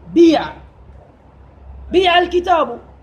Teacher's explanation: والتي تسمى عند النحاة بإخلاص الكسر. فإذا كسرت الباء ستضطر إلى قلب الألف ياء